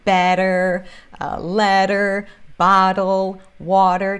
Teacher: tem esse flap T, esse som de R, porque esses T's se encontram entre vogais